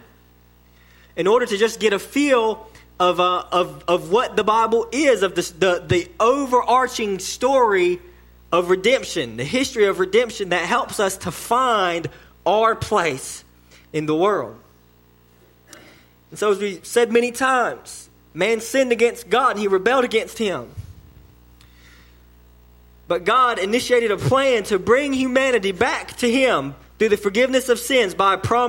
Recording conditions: large echoing room